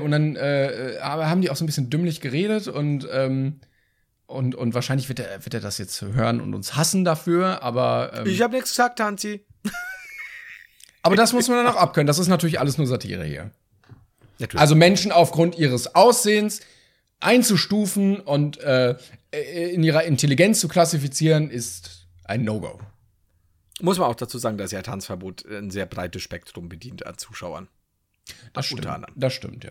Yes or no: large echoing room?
no